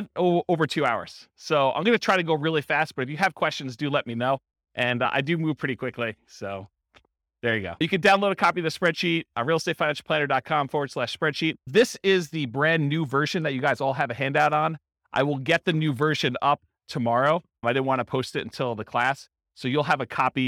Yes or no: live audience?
yes